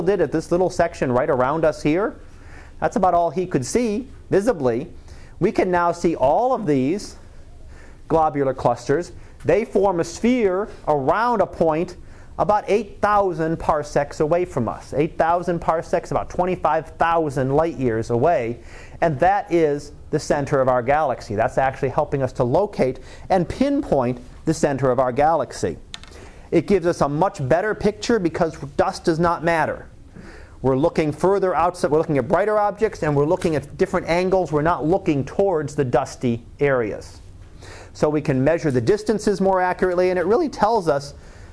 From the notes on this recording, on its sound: Live Class Lecture.